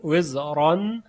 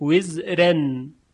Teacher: هم به تفخیم وزران، هم به ترقیق وزرن